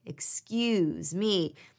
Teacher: With a slightly different intonation, excuse me, where you elongate the excuse and you place an emphasis on the me